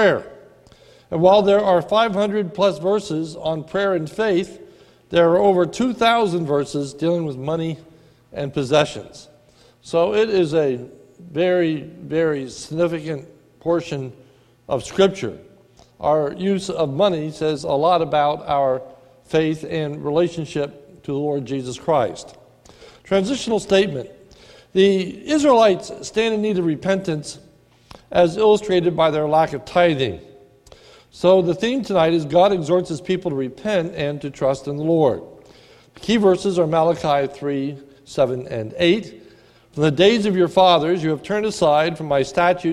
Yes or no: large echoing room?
yes